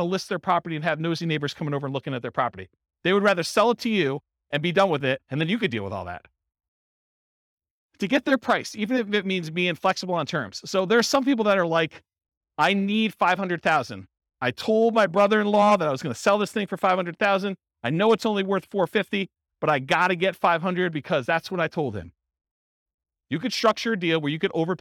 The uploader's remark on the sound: This was a live class recorded